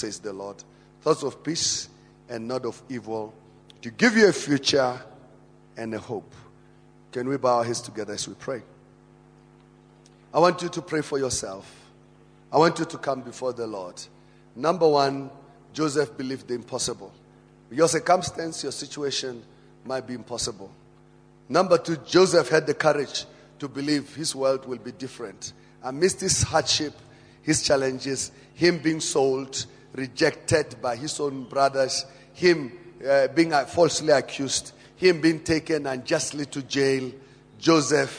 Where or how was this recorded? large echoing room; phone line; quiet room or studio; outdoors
large echoing room